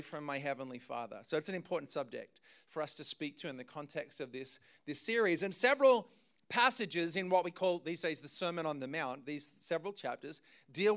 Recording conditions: large echoing room